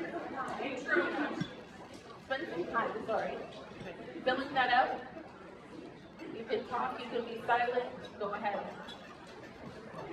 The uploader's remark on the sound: Please excuse the quality of sound recording — we had some mic trouble.